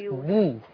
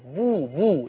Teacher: بس خلي بال حضرتك من حاجة من الحاجات اللي هنراعيها في رواية حفص، ضم الباء بتاع كلمة بيوت، بو، ضم الشفتين